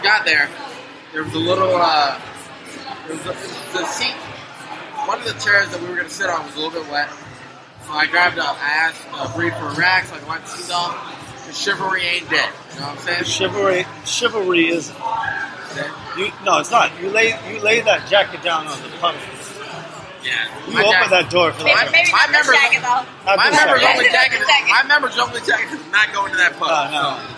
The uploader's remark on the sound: Live at the Old Crow in Huntington Beach.